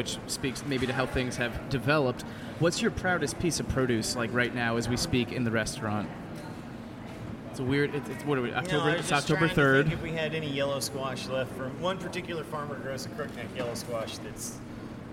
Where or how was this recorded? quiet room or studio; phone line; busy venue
busy venue